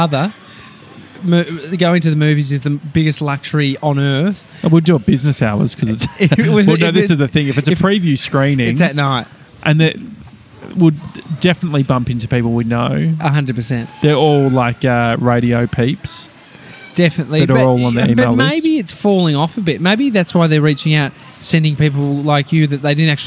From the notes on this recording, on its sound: We're live from Donut King in Rowville!